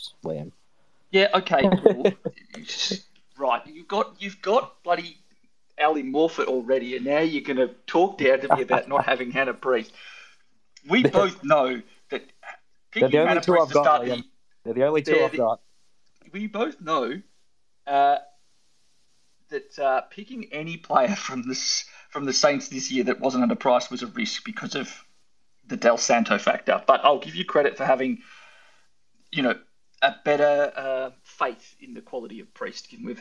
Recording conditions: video call